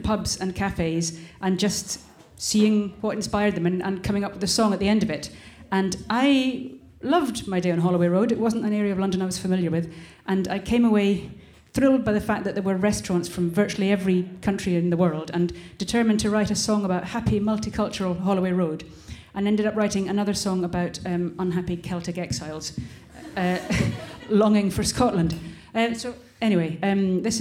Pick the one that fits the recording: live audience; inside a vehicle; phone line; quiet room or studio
live audience